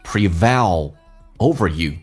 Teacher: Pre 重音在后面 V 上，咬下唇 A 要夸张一点。